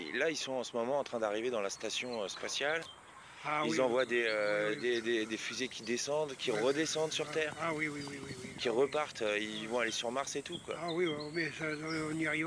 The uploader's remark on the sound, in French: Je suis en Bretagne dans ma belle-famille pour les fêtes. J'ai pris la voiture pour enregistrer au calme au bord de l'océan.